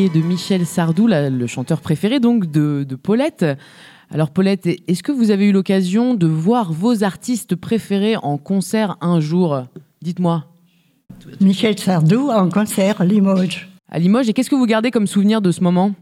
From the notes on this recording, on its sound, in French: Une émission réalisée avec les résident·es de l’Ehpad de Chateauponsac, en Haute-Vienne, enregistrée en public. Au sein de la résidence.